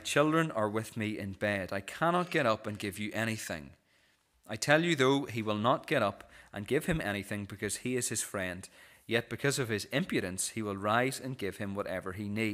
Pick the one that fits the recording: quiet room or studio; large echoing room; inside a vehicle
large echoing room